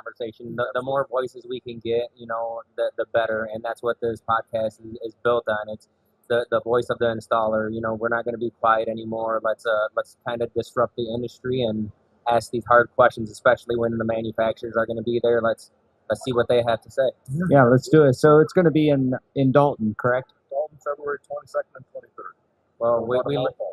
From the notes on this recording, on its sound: In this exclusive bonus episode, the guys are live from TISE with some of the industry's favorite faces.